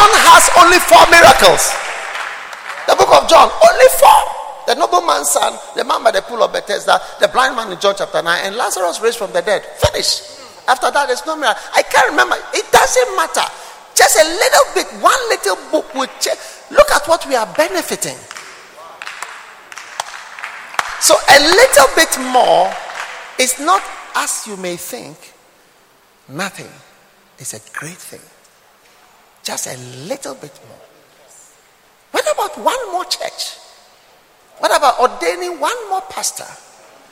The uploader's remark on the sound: Preached at the Art of Shepherding Conference, Accra.